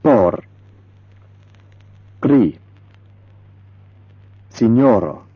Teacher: Best, if you can manage it, is a rolled or flapped R, like this.